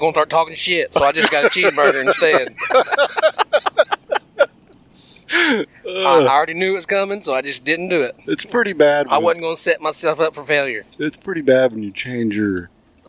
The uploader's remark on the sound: On the drive home we recorded a run down